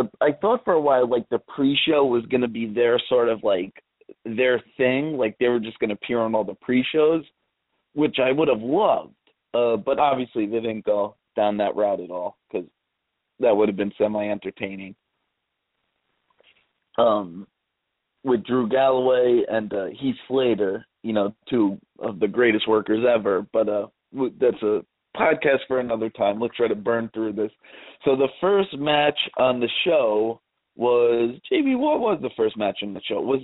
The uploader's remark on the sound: We'll be mocking live callers without provocation.